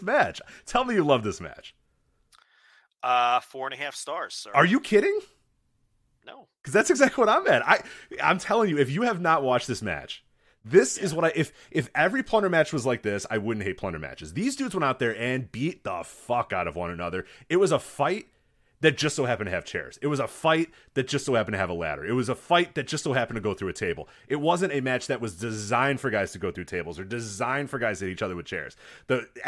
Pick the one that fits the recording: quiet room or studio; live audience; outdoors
quiet room or studio